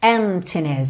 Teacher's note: A gente não pronuncia a letra P.